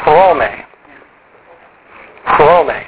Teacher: You got to say the first syllable accent, and it's two syllables. And how we write it is one syllable, or how we pronounce it, because we pronounce it Rome.